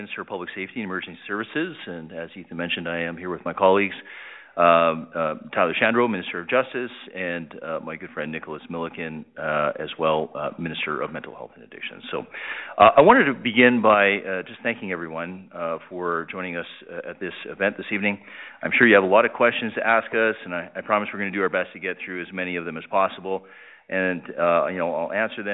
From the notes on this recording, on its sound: Interactive telephone town hall. Public Safety Telephone Town Hall (Rural Alberta).